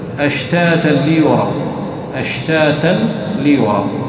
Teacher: ومثل قوله عز وجل: أشتاتا ليروا، أشتاتا ليروا، التنوين جاء بعده لام فتدغم التاء، تدغم التنوين في اللام تصير أشتاتا ليروا · Term: إدغام